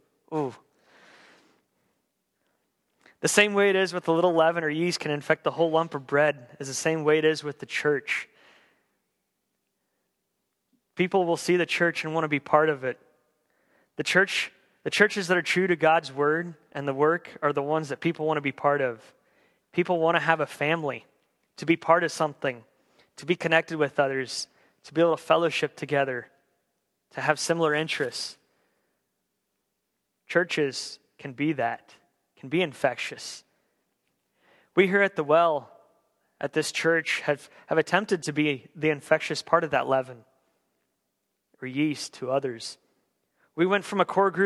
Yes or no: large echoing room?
yes